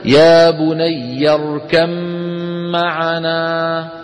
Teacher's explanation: ولما نصل نحول الباء إلى ميم وندغم